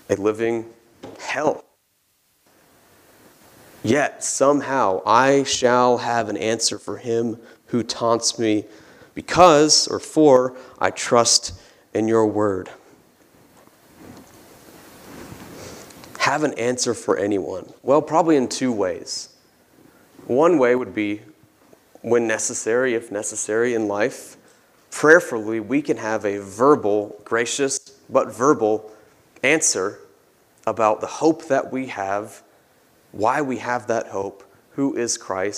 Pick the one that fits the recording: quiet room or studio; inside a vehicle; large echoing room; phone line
large echoing room